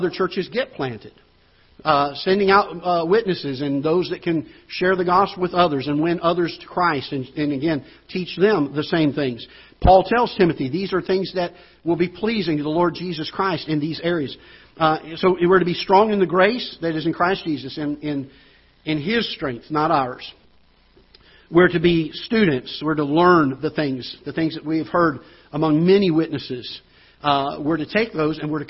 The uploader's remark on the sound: Ketha Heights Baptist Church ~ Live Broadcast.